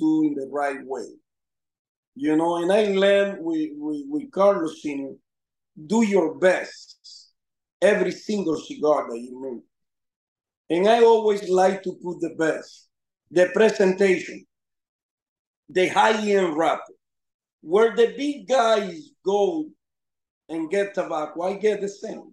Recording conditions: video call